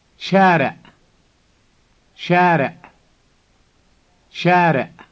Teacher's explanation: Street in Arabic is شارع، with the strangled ah sound at the end.